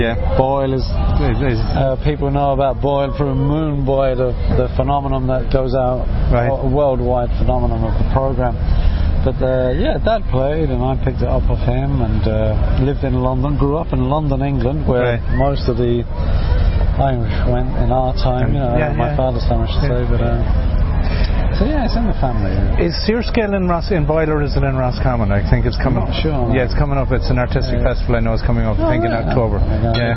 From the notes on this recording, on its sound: interviews recorded at the All Ireland Fleadh 2017 in Ennis Co Clare